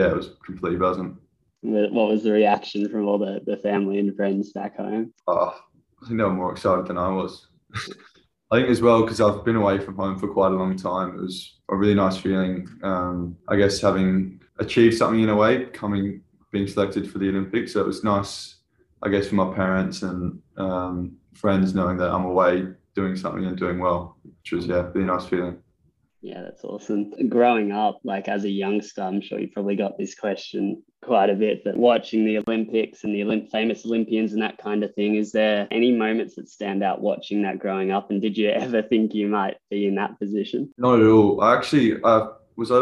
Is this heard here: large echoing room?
no